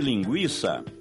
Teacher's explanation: trata-se de ditongo, o I, pronunciado de uma só vez. E por isso a letra I não leva acento.